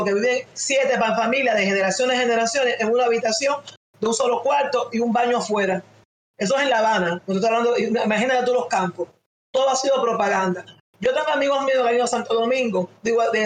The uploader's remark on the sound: The audio is a bit rough, and we apologize for, but if you can get over that technical glitch you'll be inspired.